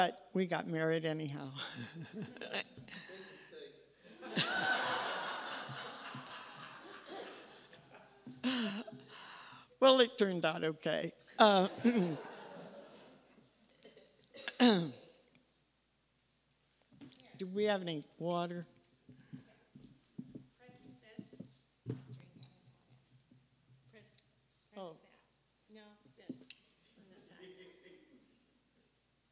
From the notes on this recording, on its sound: Bloomington-Normal community members shared their "Taking Care of Business" stories during the latest Next to Normal Story Slam on Nov. At the McLean County Arts Center.